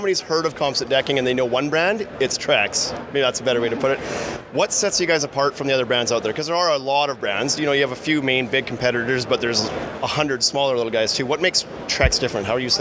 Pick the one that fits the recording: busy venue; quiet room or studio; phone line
busy venue